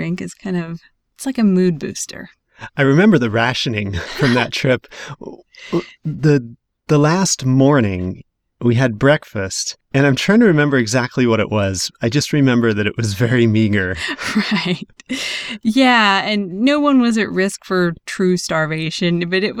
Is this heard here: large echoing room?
no